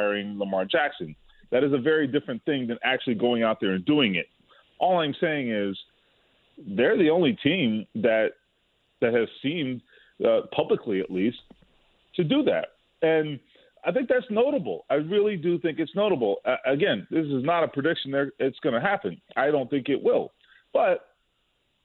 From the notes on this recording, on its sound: Both call in to talk a variety of Indy Sports. Is on the phone line to talk Colts.